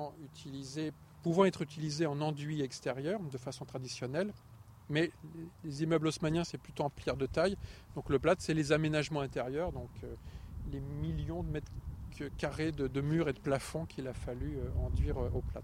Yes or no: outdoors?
yes